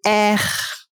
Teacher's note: the French r, which is at the back of the throat